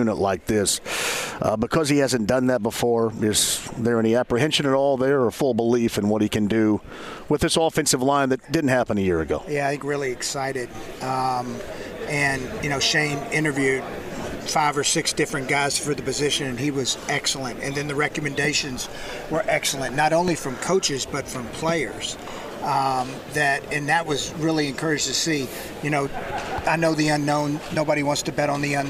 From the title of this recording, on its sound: Live From the NFL Combine!